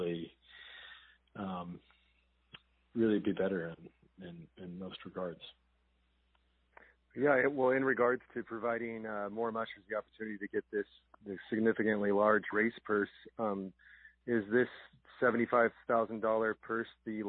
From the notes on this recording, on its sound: Joining us on the phone